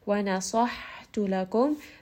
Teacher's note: صاد here is going to be heavy, part of خصة ضغط قلب. حا is going to be from the middle of the throat